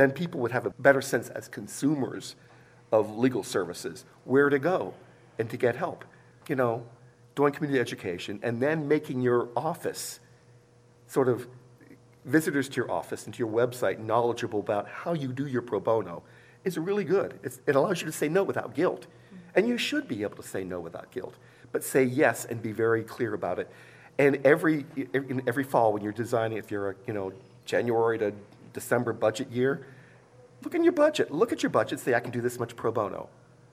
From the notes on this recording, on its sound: This episode is part two of a three-part recording at the 2023 Annual Meeting.